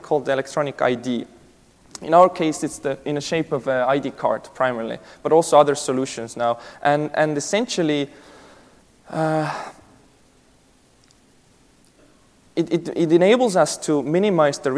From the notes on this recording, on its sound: This keynote session was presented at the 2018 DPharm conference.